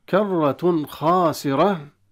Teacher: كرة مرة أخرى ومرة ثالثة ورابعة تفخيم الراء. كرة خاسرة إظهار التنوين عند الخاء